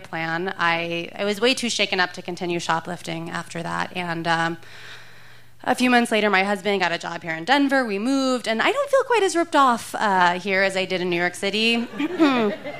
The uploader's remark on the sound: recorded live at Buntport Theater on 20 May 2015